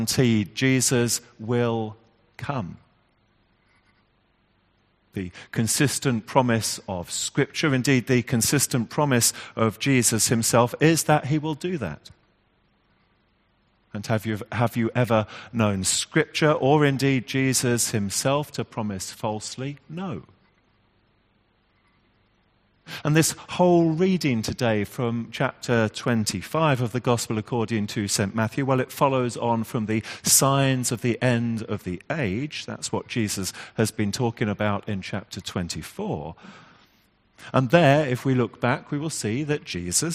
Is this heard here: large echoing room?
yes